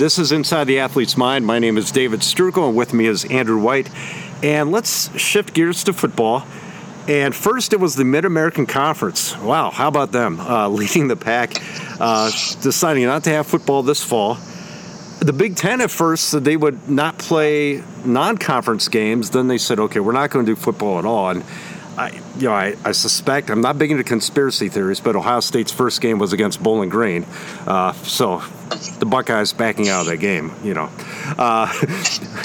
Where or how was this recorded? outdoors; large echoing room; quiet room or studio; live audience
outdoors